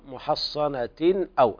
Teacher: إظهار حلقي ليس فيه غنة